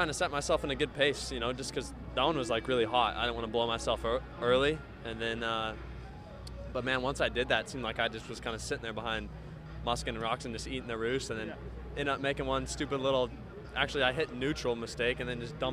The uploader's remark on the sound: Red Bud 2012 Post-race Interviews